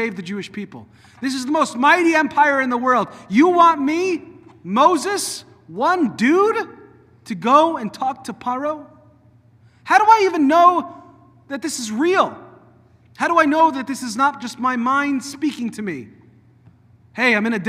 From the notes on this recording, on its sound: delivered at Temple of Aaron on Shabbat morning on January 6th 2024